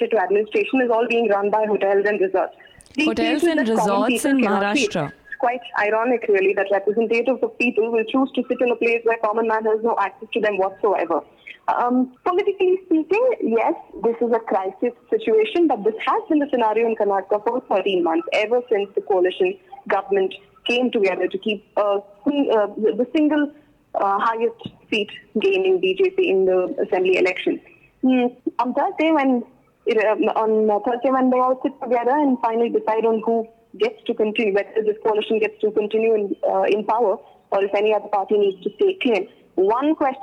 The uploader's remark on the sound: over the phone